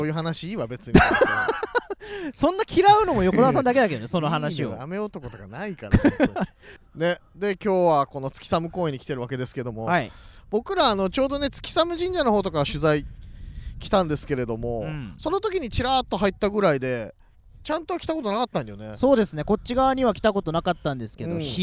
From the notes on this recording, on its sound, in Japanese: 月寒エリアを散歩しながら。今回は、豊平区を代表する公園「月寒公園」に来てみました。野球場が2つもある大きな公園！散策するのにおすすめのコースを歩きながらレポートしていきます。